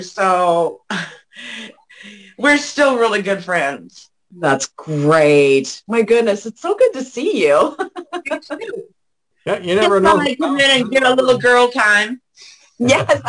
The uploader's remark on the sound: on our 2/20/2022 Zoom Show